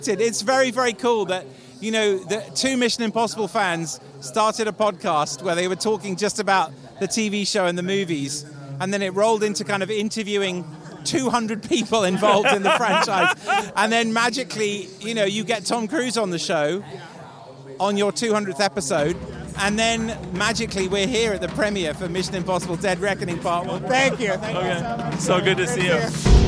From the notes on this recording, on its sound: all from the red carpet